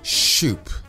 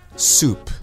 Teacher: The word soup is made up of three sounds: s, u, and per. Many people pronounce it as shoop with a sh sound instead of a s sound. Try not to say it with a sh but use a s, so the word should be soup.